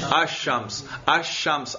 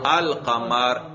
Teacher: یہاں پر ادغام نہیں کہ لام کو قاف کر کے قاف میں کیا کریں ادغام، لیکن شمس میں کیا کیا، اس لام تعریف کو شین کر کے شین میں ادغام کیا · Shown in: first take